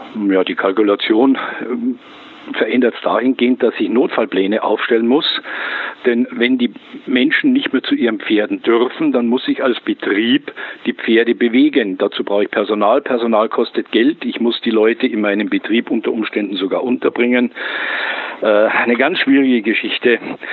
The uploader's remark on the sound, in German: Telefoninterview